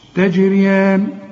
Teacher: الجيم هنا لازم تقلقل وتعطش